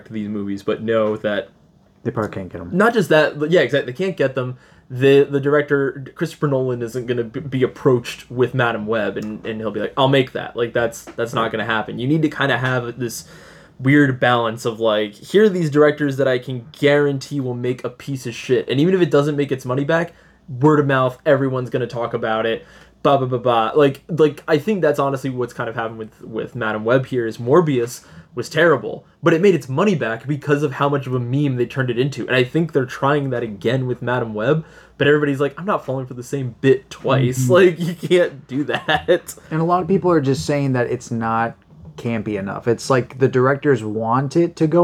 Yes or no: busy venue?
no